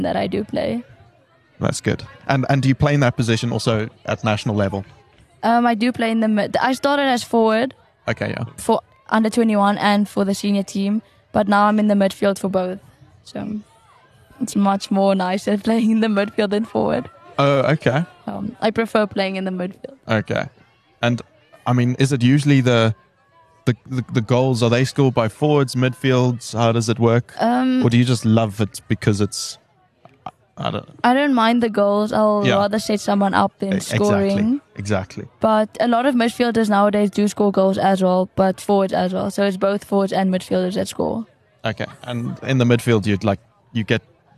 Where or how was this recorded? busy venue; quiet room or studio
busy venue